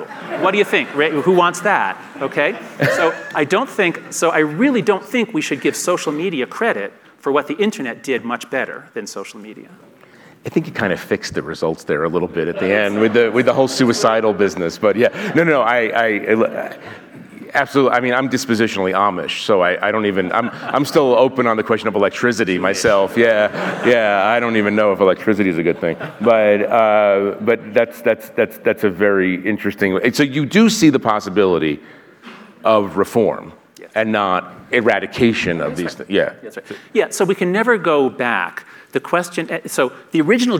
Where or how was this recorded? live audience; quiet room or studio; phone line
live audience